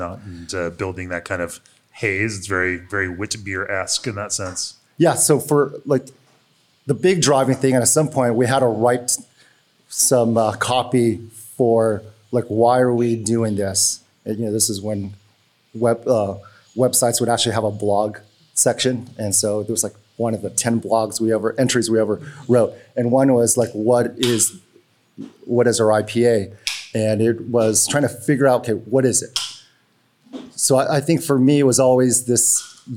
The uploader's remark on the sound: As part of the recent Craft Beer & Brewing Brewer’s Retreat, hosted by Russian River. Moderated panel discussions before a live audience of attendees and featured brewers.